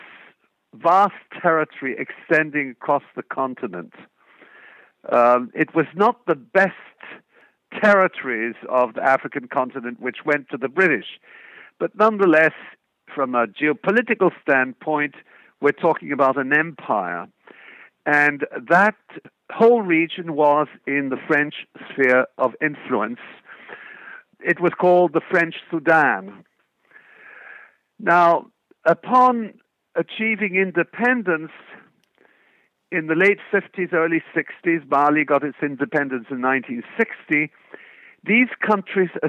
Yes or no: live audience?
no